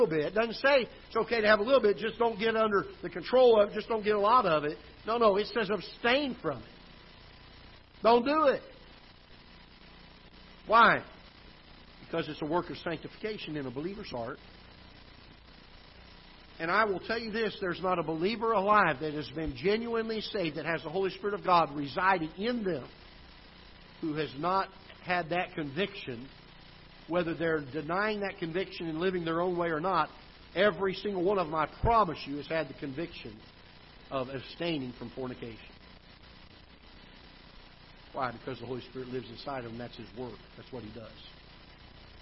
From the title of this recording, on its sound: Ketha Heights Baptist Church ~ Live Broadcast